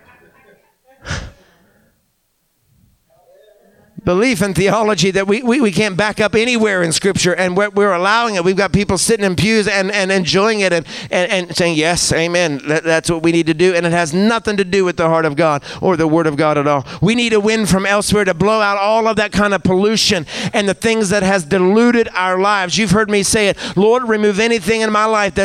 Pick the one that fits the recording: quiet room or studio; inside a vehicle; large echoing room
large echoing room